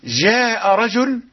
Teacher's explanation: الجيم هنا فيها صفة التفشي مثل الشين، قربت من الشين، والصحيح أن نقرأها هكذا وجاء رجل من أقصى المدينة يسعى.